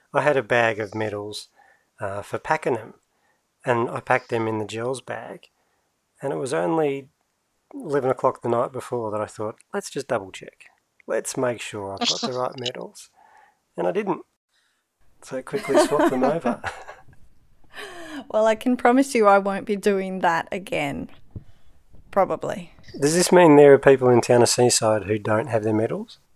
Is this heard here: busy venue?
no